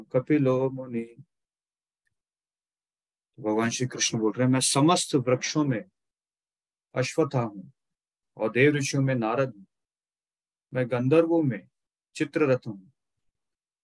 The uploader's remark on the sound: Zoom recorded session